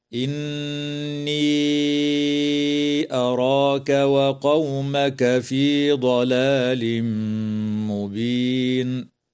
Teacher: النون المشددة من كلمة إني تغن بمقدار حركتين، وتمد الياء في هذه الكلمة حال الوصل بمقدار أربع أو خمس حركات من قبيل المد المنفصل. ويدغم التنوين في الميم مع الغنة في قوله تعالى ضلال مبين، وتنتهي الآية اتفاقا عند كلمة مبين، والوقف عليها من قبيل الوقف الحسن.